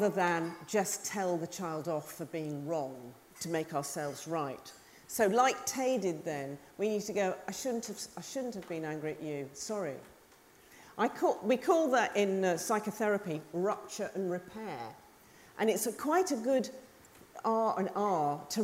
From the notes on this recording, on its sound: Recorded live at the Tabernacle in London's Notting Hill.